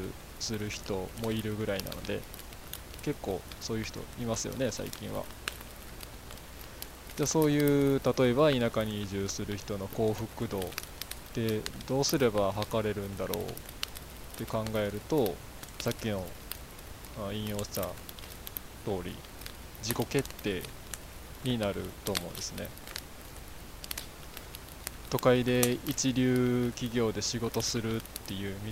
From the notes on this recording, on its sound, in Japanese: 使い始めるのは#4からなので#3まではこの音質で我慢。